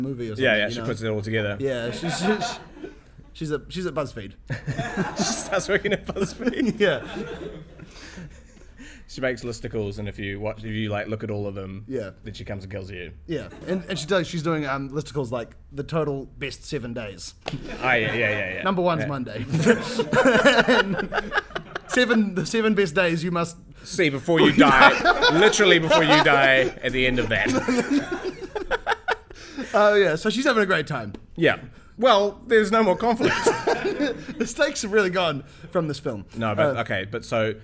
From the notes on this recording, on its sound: Our first live episode!